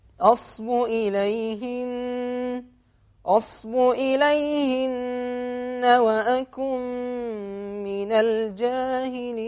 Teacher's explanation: لما تقف على النون المشددة أصب إليهن حركتين.